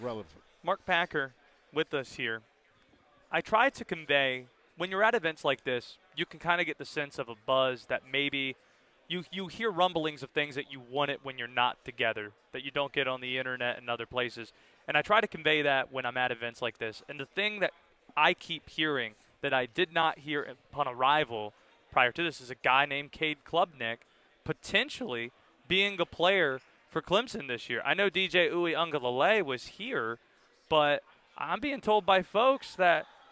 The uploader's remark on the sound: Live from ACC Kickoff